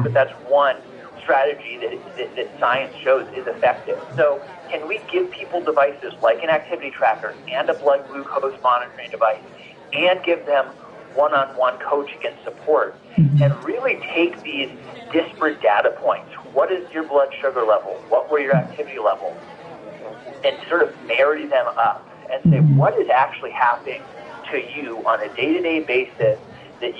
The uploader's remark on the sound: Live from CES